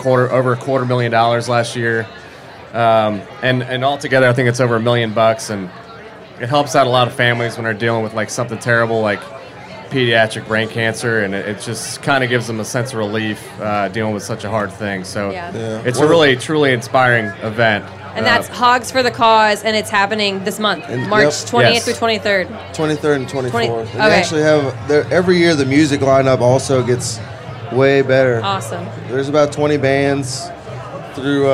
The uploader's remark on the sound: in the HRN teepee at Charleston Wine + Food